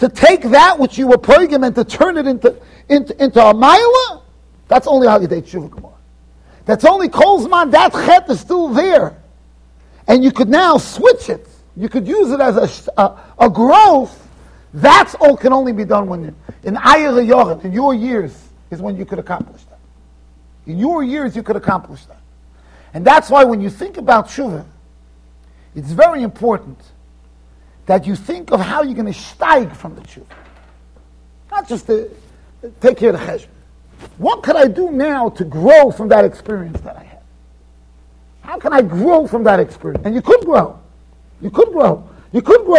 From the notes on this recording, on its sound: Shiur recorded in Yeshivas Ohr Reuven, Monsey NY.